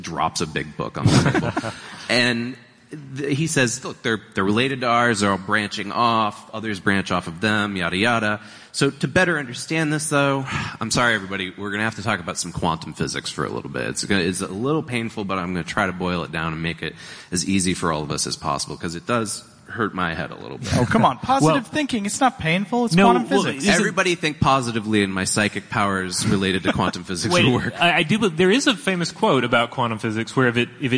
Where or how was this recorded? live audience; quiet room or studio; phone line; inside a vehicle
live audience